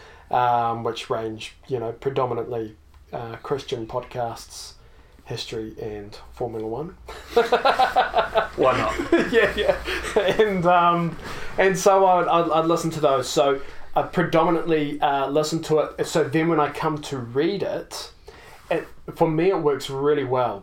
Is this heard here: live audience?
no